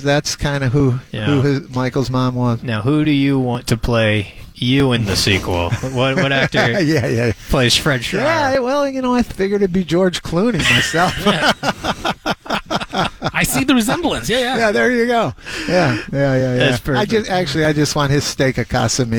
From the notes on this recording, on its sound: broadcast live from The Reserve Vineyards & Golf Club, site of the 9th annual BFT Foundation Celebrity Golf Tournament